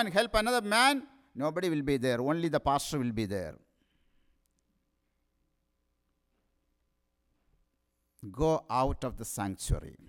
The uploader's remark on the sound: Sermon preached at RCHP.